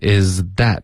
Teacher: 这个 z 的音舌尖要碰上齿，不能发 z。OK,。